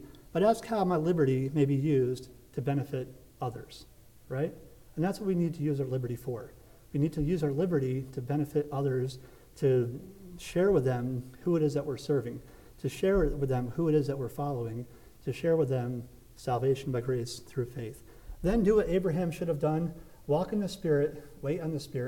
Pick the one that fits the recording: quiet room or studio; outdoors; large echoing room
large echoing room